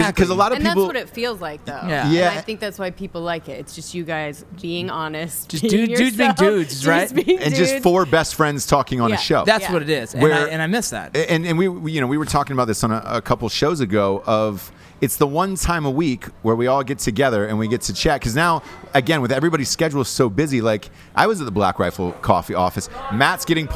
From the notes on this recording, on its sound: As they go live from an LA dive bar.